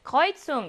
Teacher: 복모음 에 우가 들어가서 어휘로 발음을 하게 됩니다